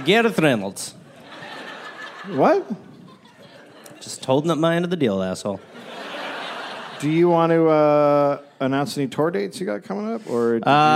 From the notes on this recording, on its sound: live in Brooklyn